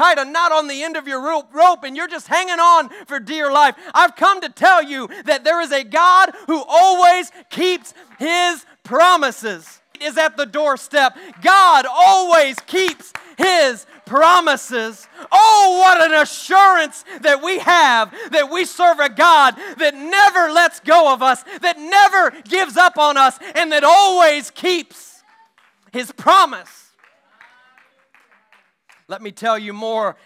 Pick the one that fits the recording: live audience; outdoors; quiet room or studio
live audience